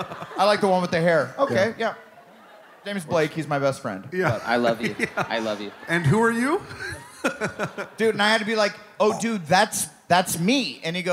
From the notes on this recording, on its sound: Live from Long Island!